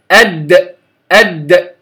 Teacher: الدال طرف اللسان مع أصول الثنايا العليا، أد أد، لا أقول أد ز ز، تمام؟